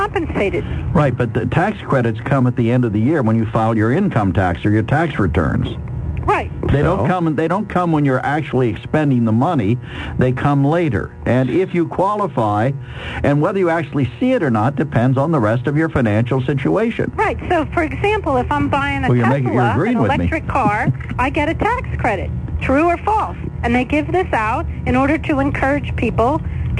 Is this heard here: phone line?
yes